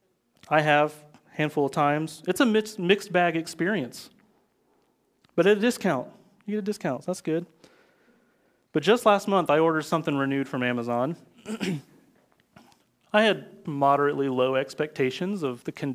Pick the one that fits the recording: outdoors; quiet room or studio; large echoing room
large echoing room